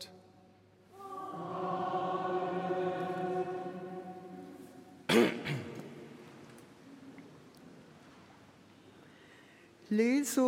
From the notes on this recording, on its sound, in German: Live-Gottesdienstübertragung aus der Allerheiligenkirche in Nürnberg